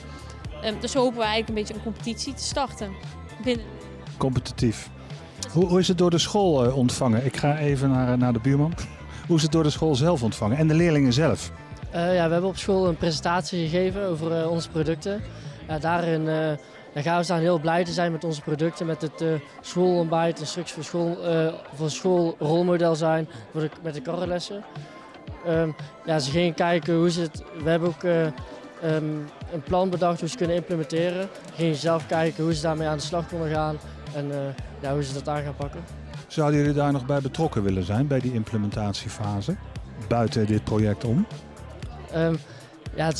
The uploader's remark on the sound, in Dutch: Opgenomen tijdens het symposium Tech, Innovation and Design in Health op 29 juni 2023.